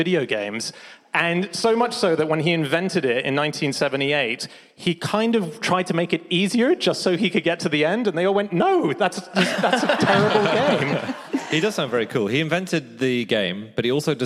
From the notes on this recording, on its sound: Live from Tunbridge Wells